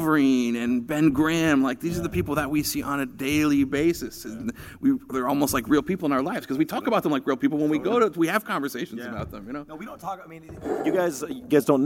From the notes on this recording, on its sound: Live at San Diego Comic-Con 2018